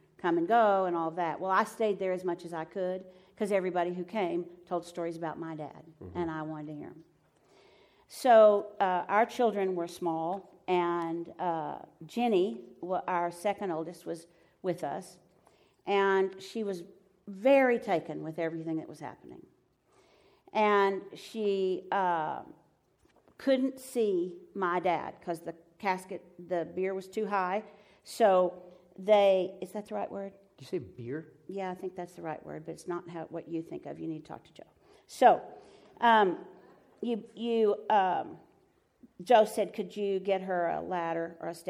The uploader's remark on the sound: Live from Pepperdine